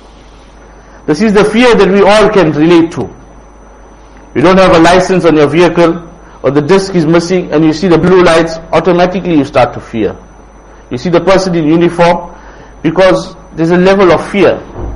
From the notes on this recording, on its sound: Jumuah lecture at Rockford Musalla